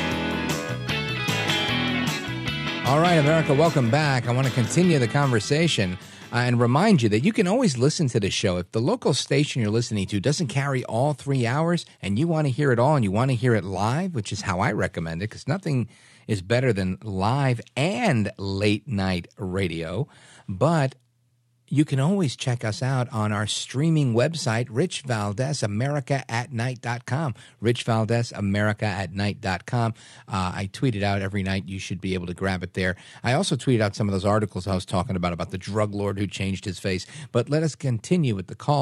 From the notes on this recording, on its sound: Finally your calls in open phones across America.